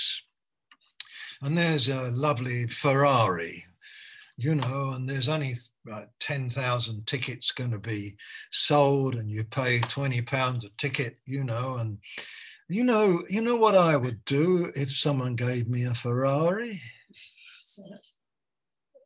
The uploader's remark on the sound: Malaysia Meets (Zoom)